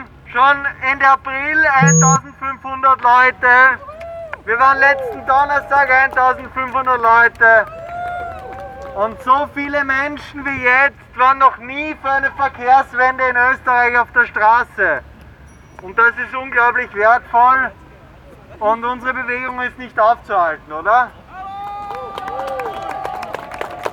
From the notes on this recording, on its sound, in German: Gehzeug-Demo. Ungeschnittene, unbearbeitete Aufnahme der Reden auf der Demonstration für eine Verkehrswende. Juni 2021 in Wien.